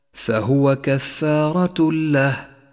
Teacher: فهو كفارة له، جاء التنوين وجاء بعده حرف اللام، والواجب هنا أن نسقط أثر التنوين من اللفظ بشكل كامل وأن نشدد حرف اللام الذي بعده · Term: الإدغام بلا غنة